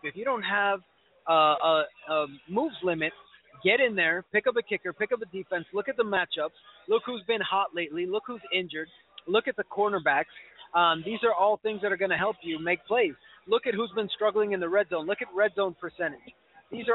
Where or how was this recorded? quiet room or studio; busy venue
busy venue